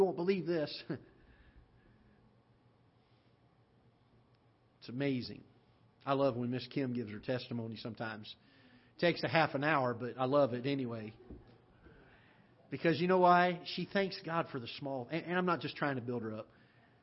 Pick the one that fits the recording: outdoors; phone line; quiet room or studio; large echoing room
large echoing room